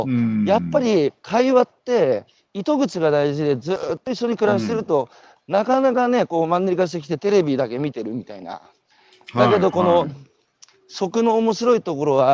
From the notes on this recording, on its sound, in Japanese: 歩くラジオ。歩きながら1時間、対談する。